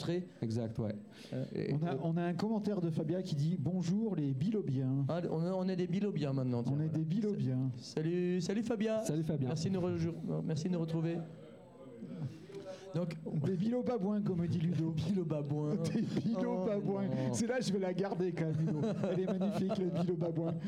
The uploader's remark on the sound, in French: En direct de la Bossette (place du nord 4, 1005 Lausanne) dans L'Open Live de Bilobamusic.